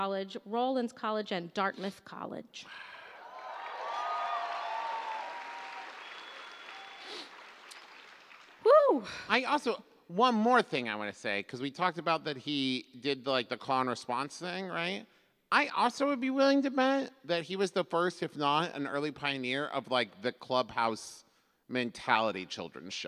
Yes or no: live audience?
yes